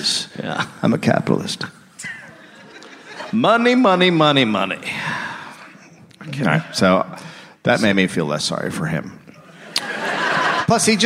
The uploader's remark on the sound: Live in Pittsburgh